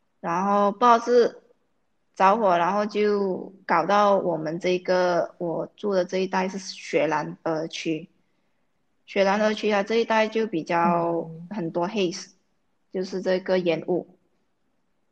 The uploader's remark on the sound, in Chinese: 我们的播客是需要靠网络来录制的时候，两边网线的延迟。